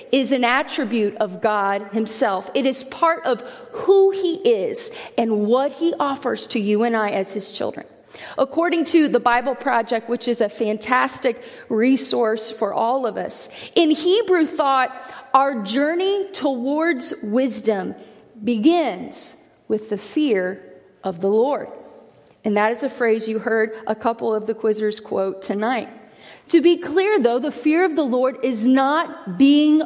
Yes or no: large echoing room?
yes